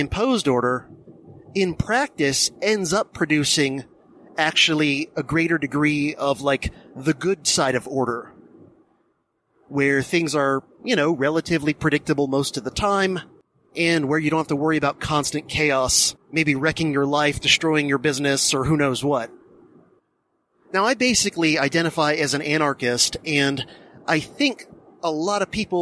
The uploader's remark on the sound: I recorded a "silver bullet" DHP episode (meaning one recorded during my commute to work.)